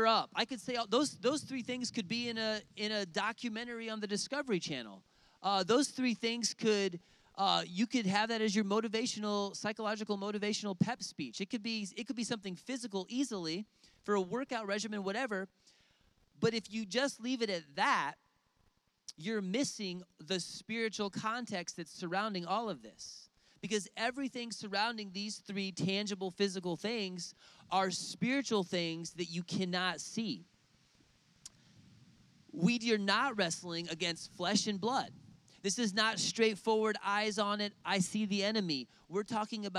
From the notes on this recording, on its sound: outdoors at a lakeside service